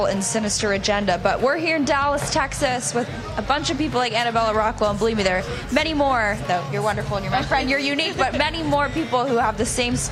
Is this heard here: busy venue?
yes